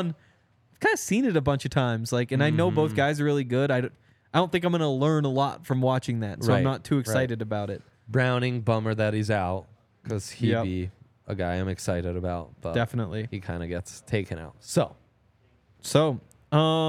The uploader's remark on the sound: coming to you LIVE from the DNVR Bar